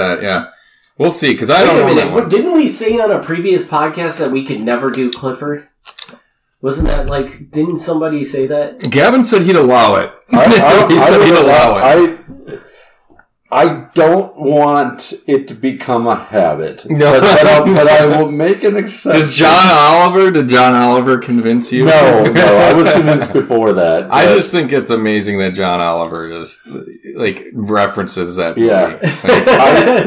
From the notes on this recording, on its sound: I have been experiencing some audio Issues so the audio did not turn out great in this episode, but should be fixed in future episodes.